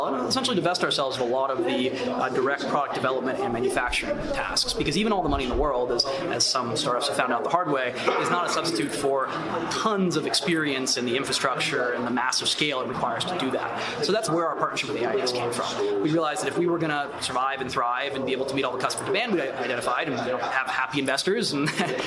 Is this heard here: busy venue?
yes